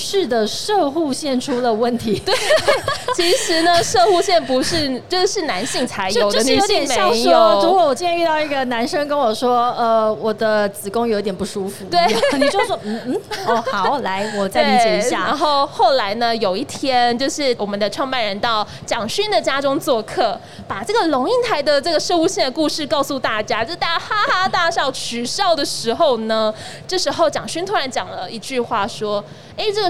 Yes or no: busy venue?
yes